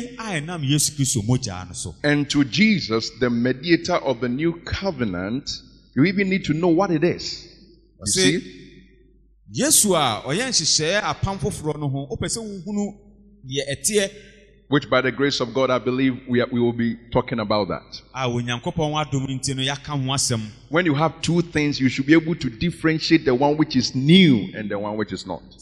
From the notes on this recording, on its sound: Preached at Grace and Truth Tabernacle int.